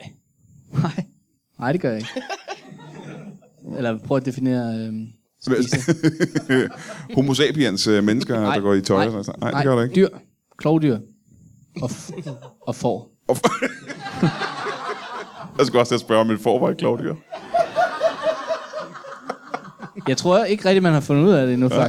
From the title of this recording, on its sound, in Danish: LIVE fra Zulu Comedy Festival